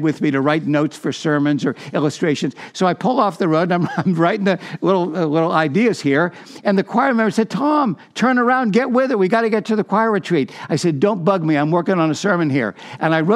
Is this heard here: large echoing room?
yes